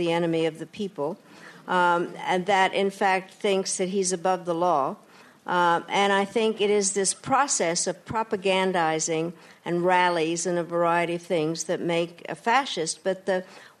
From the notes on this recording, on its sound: RJ Julia recently hosted the former Secretary of State to a sold-out crowd at the Yale School of Management.